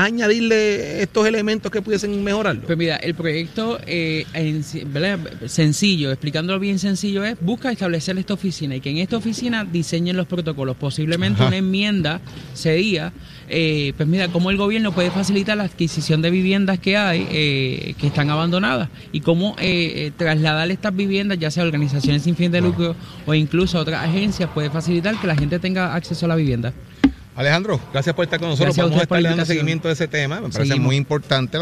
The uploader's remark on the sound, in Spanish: Hoy en directo desde el Coca Cola Music Hall.